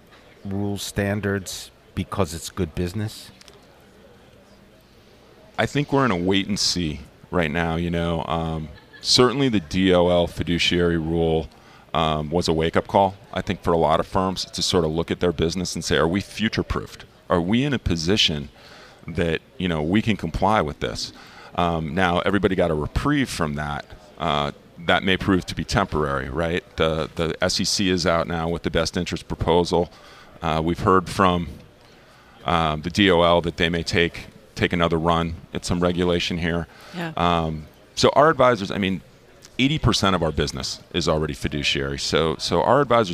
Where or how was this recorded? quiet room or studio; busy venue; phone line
busy venue